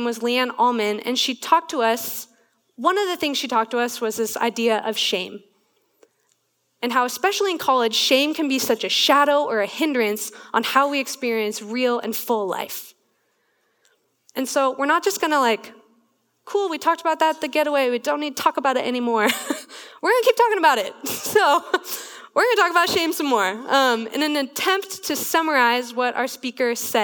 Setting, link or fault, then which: setting, live audience